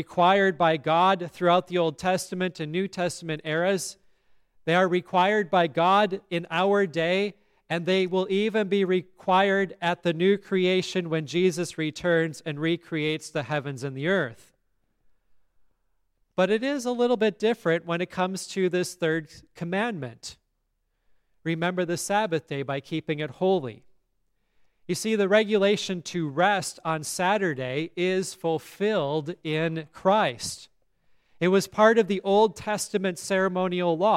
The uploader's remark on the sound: today's service at Grace Evangelical Lutheran Church in Lexington, MO